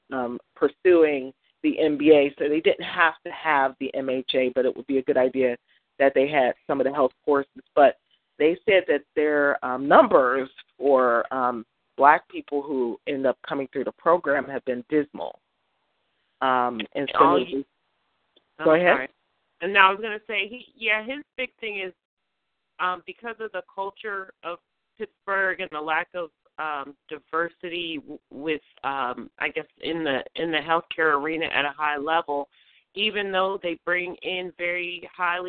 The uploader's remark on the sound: June 2016 EC Conference Call